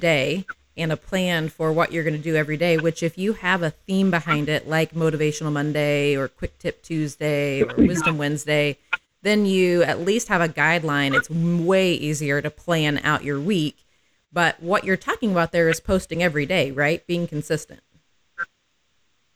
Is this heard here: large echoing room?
no